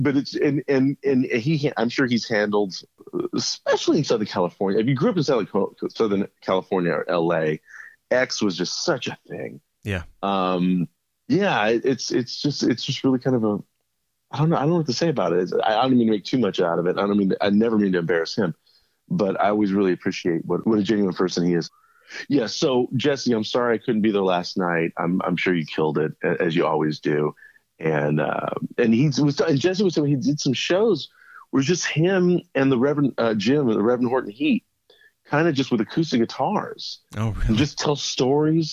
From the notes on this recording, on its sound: Chat over the phone. Calls from the road.